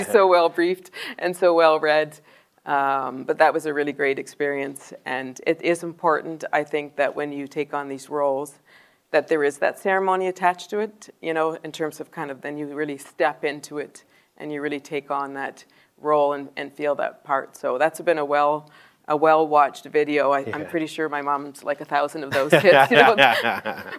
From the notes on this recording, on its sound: Live in Dundrum. A live chat in Dundrum recorded before an enthusiastic audience.